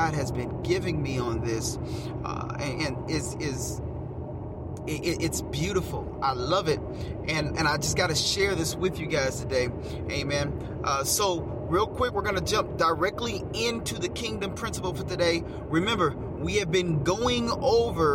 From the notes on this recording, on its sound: Get in the car with me and let's take a ride.